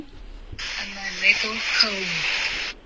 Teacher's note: cold 这段没有听到 L 的音，所以就是不确定是清晰度的问题，还是你没有顶舌尖